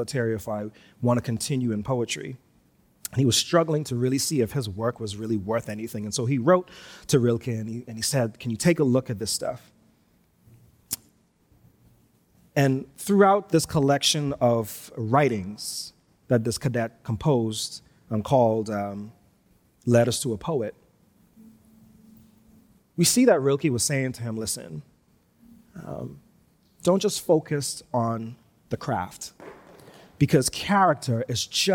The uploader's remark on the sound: Recorded live on Sunday, February 6, 2022, at New Providence Community Church.